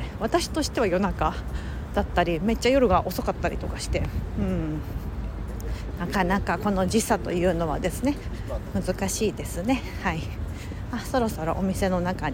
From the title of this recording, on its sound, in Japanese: 街歩き収録近所のカフェに仕事しに行く様子をお届け